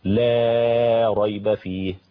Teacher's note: مد لا النافية للجنس للتبرئة لحمزة